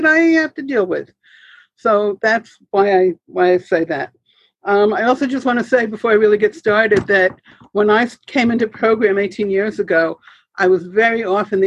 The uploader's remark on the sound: The weekly zoom speaker meeting hosted by the Barcelona fellowship.